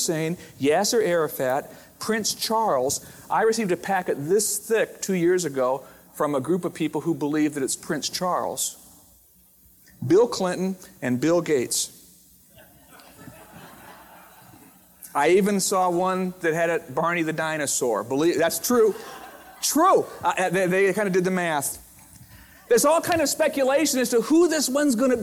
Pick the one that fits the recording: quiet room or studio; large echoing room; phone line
large echoing room